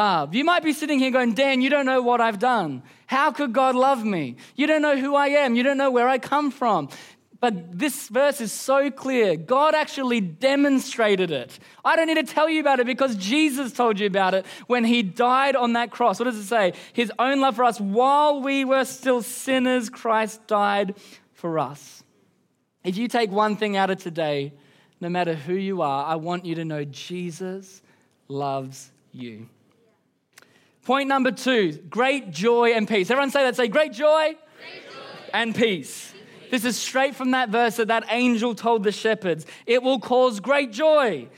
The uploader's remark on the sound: Recorded during our Melbourne East service on Sunday, the 10th of December 2023